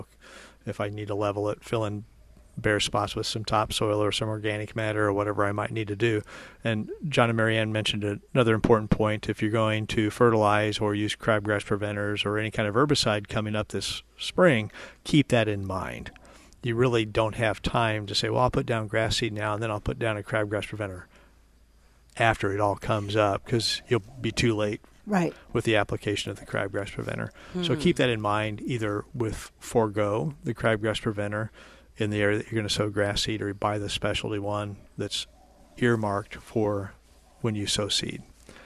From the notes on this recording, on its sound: Plant Experts Live from Prairie Gardens.